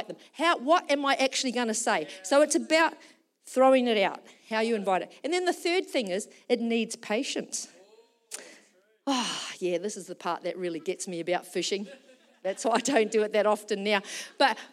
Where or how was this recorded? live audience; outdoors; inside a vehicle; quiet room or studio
live audience